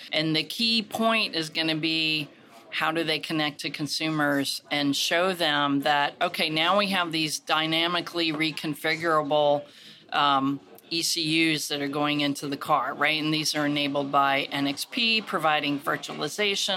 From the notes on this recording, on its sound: an interview from the Future of the Car 2023 conference